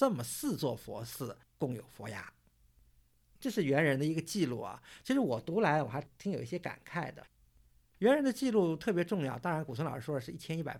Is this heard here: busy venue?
no